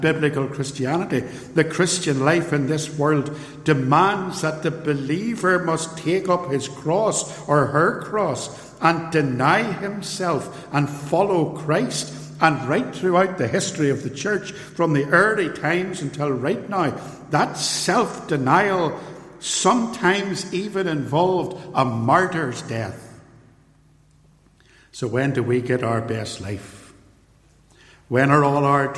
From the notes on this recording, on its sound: This podcast is a LECTURE, given at Templepatrick Reformed Church in January 2022, and reproduced here with the permission of the church.